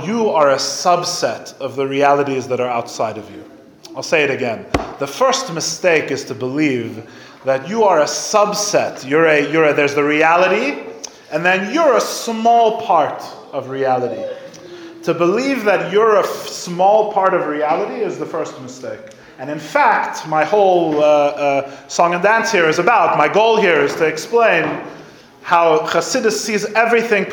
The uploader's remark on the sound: Recorded live at The Torah Center ATL.